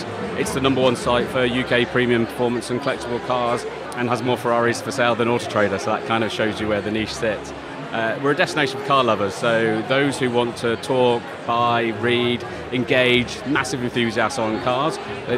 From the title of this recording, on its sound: Live from Fintech Talents Festival